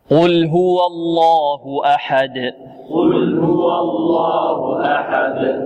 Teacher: وقلنا للتفخيم ينتج عن استعلاء أقصى اللسان، يعني هنا إذا أردنا أن نفخم اللام، نغلظ اللام في لفظ الجلالة، لابد أن يرتفع أقصى اللسان ويحدث تقعير في الفم · Term: التغليظ